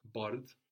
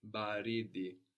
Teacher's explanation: we Swahilify it, consonant vowel, consonant vowel, consonant vowel · Shown in: second take